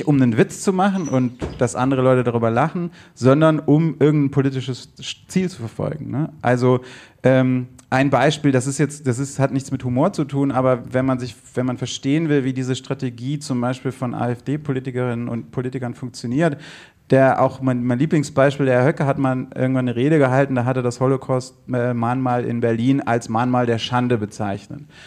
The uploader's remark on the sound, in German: Dieser Podcast wurde im Rahmen der Podcastbrause live im afterwork in Nürnberg aufgezeichnet. Hier werden an einem Abend drei Podcasts live und vor Publikum aufgezeichnet.